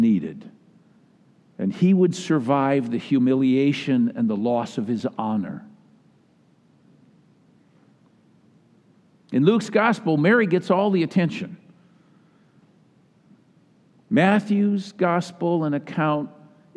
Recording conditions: large echoing room